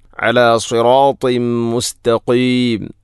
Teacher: അല സിറാത്തിം മുസ്തഖീം, അല സിറാത്തിൻ ശേഷം തൻവീനു ശേഷം മീമ് വന്നാൽ ഇദ്ഗാം കാമിൽ, തൻവീനിനെ മീമിലേക്ക് ഇദ്ഗാം ചെയ്യണം